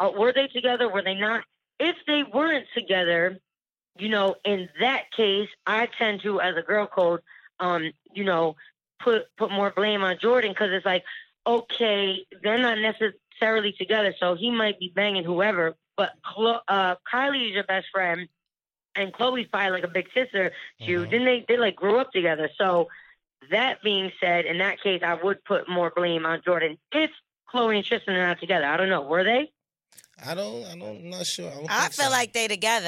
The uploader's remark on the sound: We opened up phone lines for "Who's On Drugs" to see what our listeners thought about the subject.